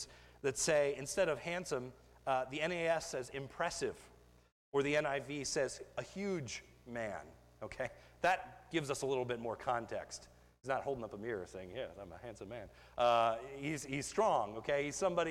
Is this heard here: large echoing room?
yes